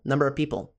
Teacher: é como se estivesse realmente grudando a palavrinha number e people com um a